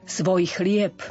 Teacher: V tom prvom odporúčaní svoj chlieb opäť nastáva pauza a preto to B zaznie ako neznelé P